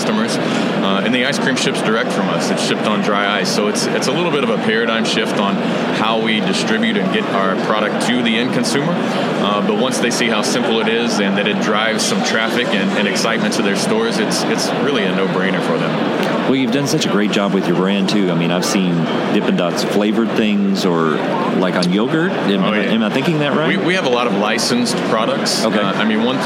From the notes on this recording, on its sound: Relive the 2022 M-PACT Show Floor. Conversations and comments from 2022 exhibitors on the trade show floor.